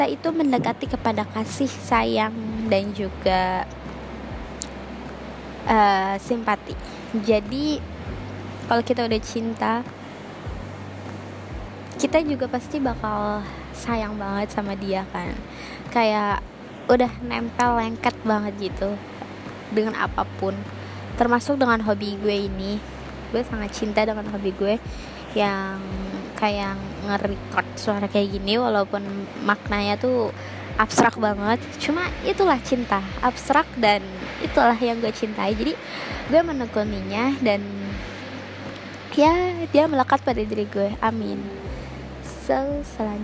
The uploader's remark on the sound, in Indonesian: sorry banget banget sound nya bnr bnr berisik banget